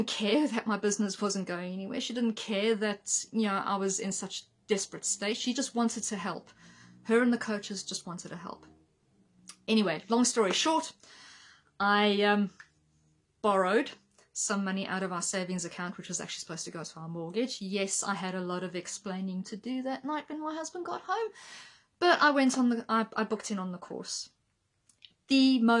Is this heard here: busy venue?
no